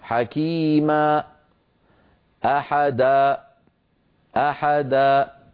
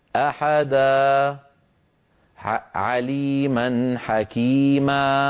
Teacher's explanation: سمعتم همزة، هذه الهمزة سببها قفل الوترين الصوتيين · Shown in: first take · فعلينا أن لا نقفلهما ونترك بينهما مجالا لمرور الصوت والهواء.